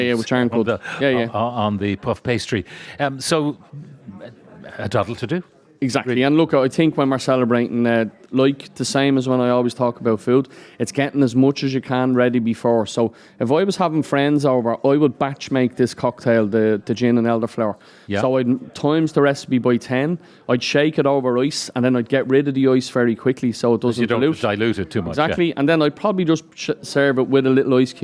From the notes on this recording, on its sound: live from the Aviva Stadium